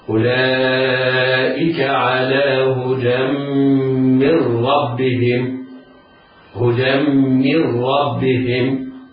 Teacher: ننطق دال مفتوحة بعد الدال ميم مشددة محركة بالكسر، اسمع: أولئك على هدى من ربهم، هدى من ربهم، بعد الدال ميم مشددة مكسورة لا ننطق التنوين، من ربهم، نون معرة عن الضبط، يعني ليس عليها نون ساكنة، ليس عليها لم يوضع عليها علامة السكون. · Term: الإدغام بغنة